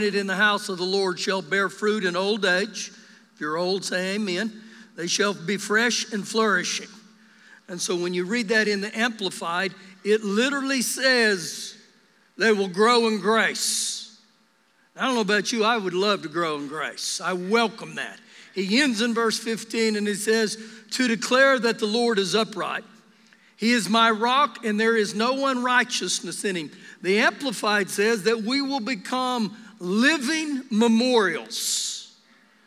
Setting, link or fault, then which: setting, large echoing room